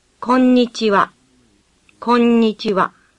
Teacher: When double letters appear in a Japanese word, as in Konnichiwa, the sound is repeated. Think of double letters as having a hyphen between them and pronounce both letters distinctly.